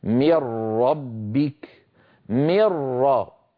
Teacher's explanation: أنتقل عند النطق من الميم إلى الراء مباشرة ولا يبقى من النون شيء، لا جزءها اللساني ولا غنتها.